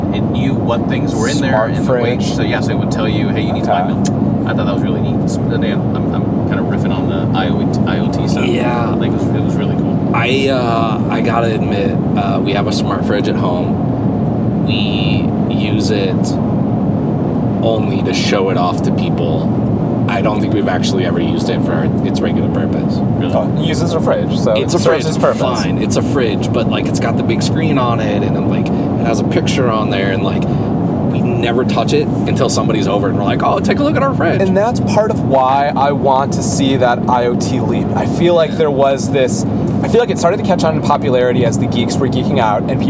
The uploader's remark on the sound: The guys hit the road and record on the way to CES!